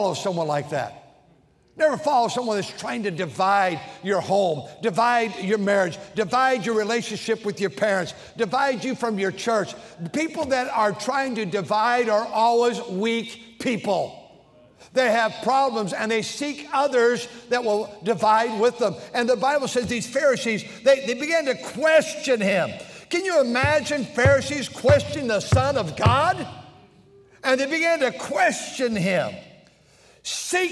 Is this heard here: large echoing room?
yes